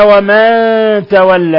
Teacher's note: نون ساكنة جاء بعدها التاء، الحكم التجويد إخفاء حقيقي